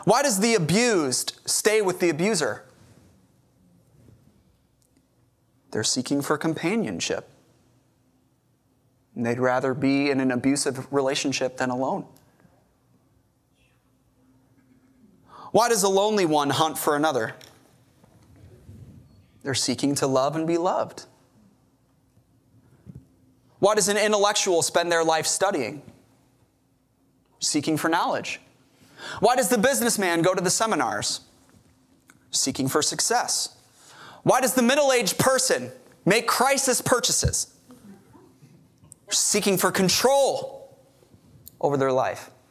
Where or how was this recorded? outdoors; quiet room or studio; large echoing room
large echoing room